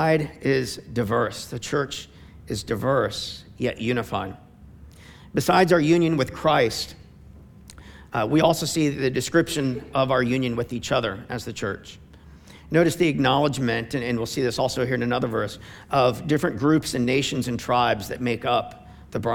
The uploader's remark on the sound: preached on November 22, 2015 at Veritas Tri-Village